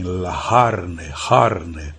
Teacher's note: os fiorentinos têm uma pronúncia particular para o C, né? Eles falam o C quase como um H aspirado. Carne, que em italiano é carne, eles dizem la harne, harne.